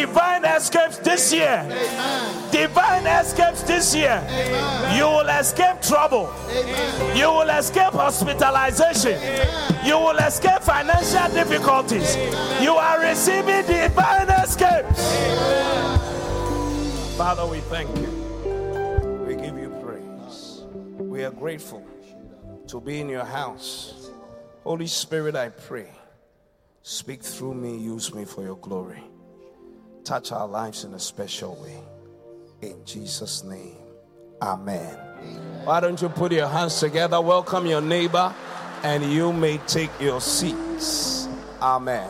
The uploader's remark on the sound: Preached at The Qodesh. Encounter Service.